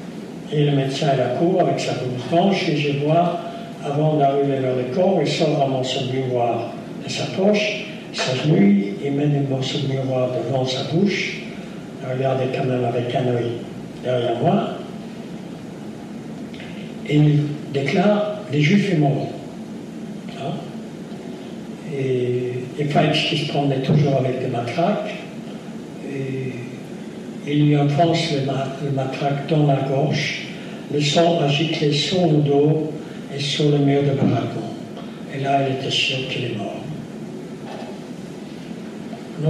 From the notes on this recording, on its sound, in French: lors de cette conférence